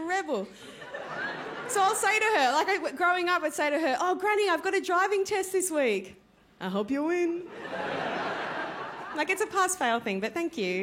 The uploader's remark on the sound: Melbourne International Comedy Festival's Comedy Up Late. Recorded at the home of the Festival Club, Max Watt’s for ABCTV.